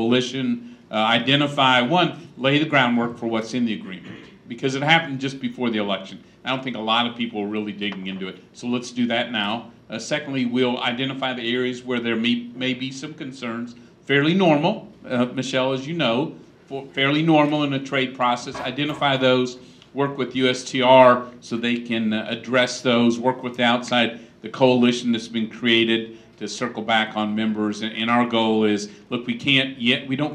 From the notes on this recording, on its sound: appears before a breakfast meeting of The Ripon Society